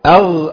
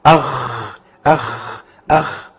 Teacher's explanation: الغين حرف ما بيمشيش فيه نفس بيمشي فيه صوت. طب والخاء حرف يمشي فيه نفس وصوت · Term: الهمس والجهر